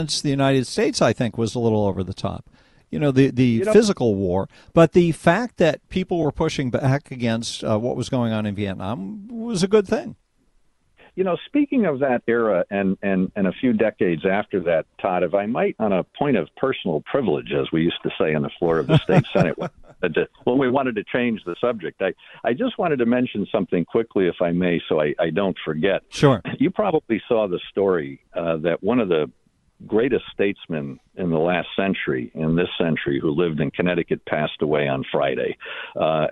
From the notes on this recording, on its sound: phone calls